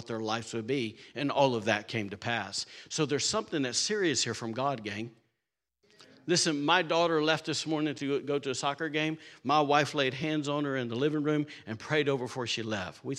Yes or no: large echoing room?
yes